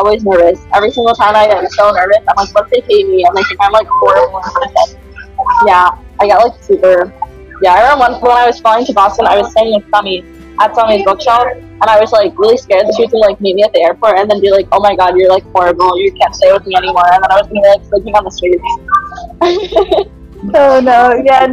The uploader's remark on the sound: apologies for the background noise in this episode